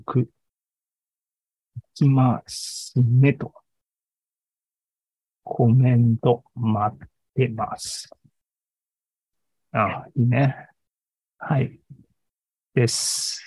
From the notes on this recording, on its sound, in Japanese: ZOOMライブの模様です。